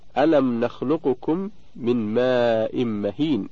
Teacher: اختلف في إدغام القاف في الكاف إدغاما كاملا أو ناقصا